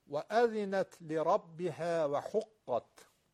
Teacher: قاف درشته ولی ها درشت نیست. حقت، این صدای لطیف تا در سکون بیاد.